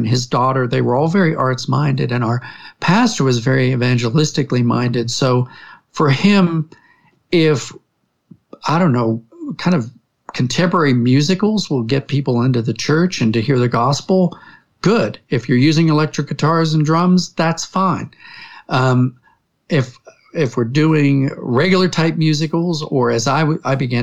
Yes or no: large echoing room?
no